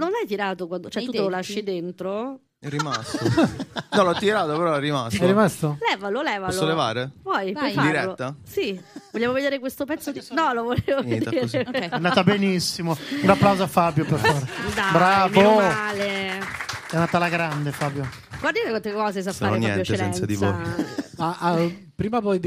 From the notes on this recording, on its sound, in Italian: Registrato al GhePensiMi